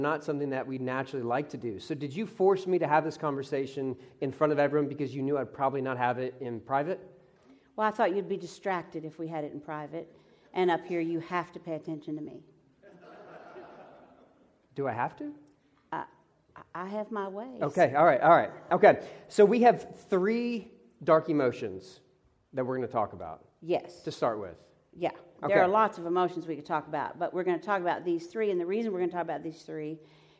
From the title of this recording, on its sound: Live from Pepperdine